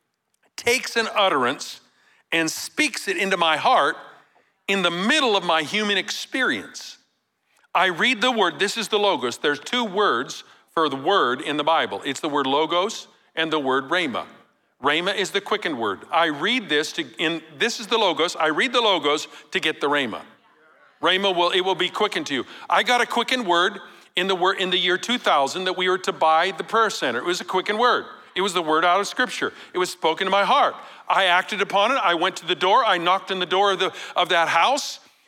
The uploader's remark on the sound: Recorded live at Capital Church in Meridian, Idaho